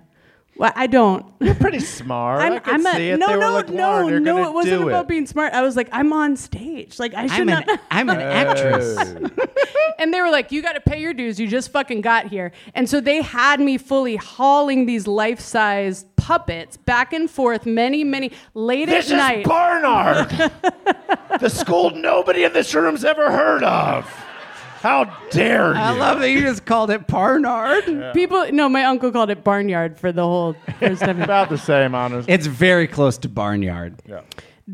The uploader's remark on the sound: It's Bananas live at the Elysian Theater for the second annual Splitty in the City!